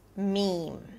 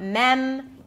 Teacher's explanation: you start with an M sound, a high E as in see, and then you close it with another M · Shown in: first take